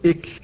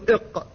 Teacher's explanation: المخرج الأول من مخارج اللسان هو أقصى اللسان، أي أصل اللسان، منبت اللسان، وهذا مكان فيه مخرجان، مخرج القاف ومخرج الكاف، فالقاف إلى جهة الحنك الأعلى، والكاف إلى أسفل، فتقول إق وتقول إك. والكاف مهموسة، والقاف مجهورة